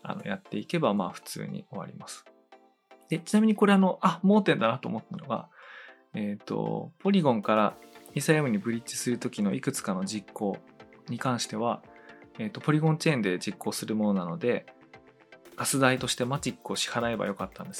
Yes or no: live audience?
no